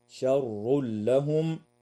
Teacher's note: ويدغم التنوين في اللام من غير غنة